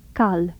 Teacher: A lateral approximant, first in initial position, then in final position.